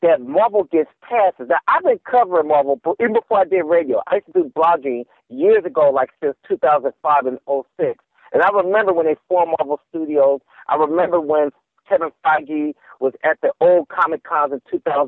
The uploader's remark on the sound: called in late from a remote location